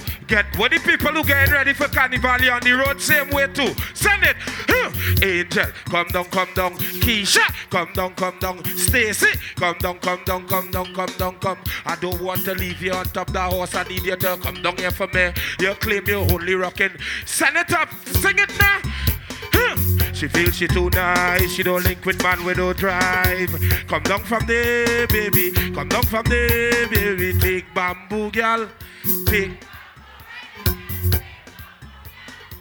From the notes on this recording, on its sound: Live set from my Birthday party in London UK